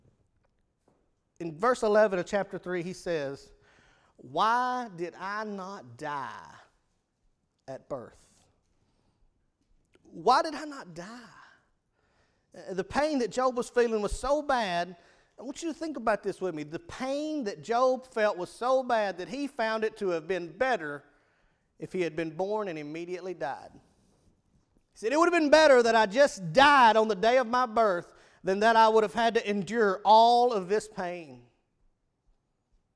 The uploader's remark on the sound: Evening service at Rocky Valley Baptist Church on 1-15-2017